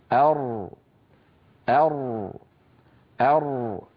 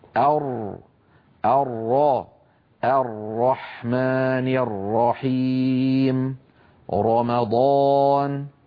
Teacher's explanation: أن مؤخرة اللسان في حالة تفخيم الراء قد ارتفعت قليلا وتقعر وسط اللسان · Term: الراء المفخمة